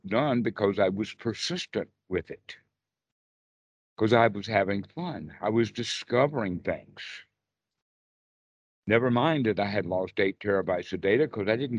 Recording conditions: video call